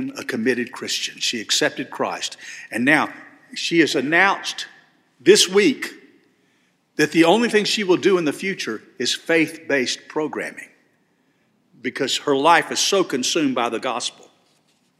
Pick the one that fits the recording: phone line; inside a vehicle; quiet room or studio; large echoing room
large echoing room